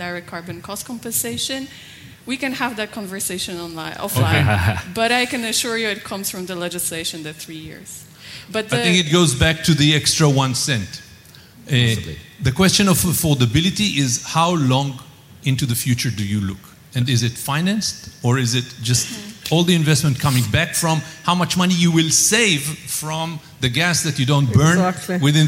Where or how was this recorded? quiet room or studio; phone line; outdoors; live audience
live audience